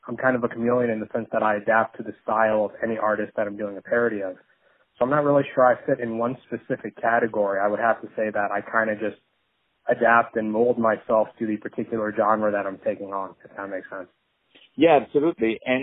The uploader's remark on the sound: On the phone